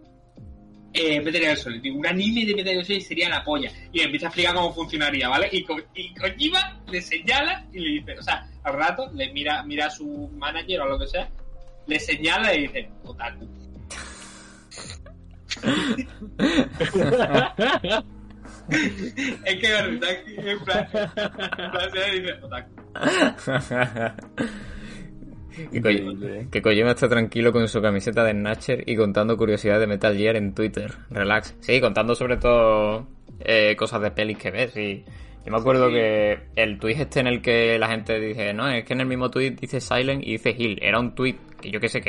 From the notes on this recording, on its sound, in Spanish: Hemos tenido que usar el audio de Twitch, que es de menor calidad pero esta vez no teníamos otra cosa. He aquí otro programa accidentado.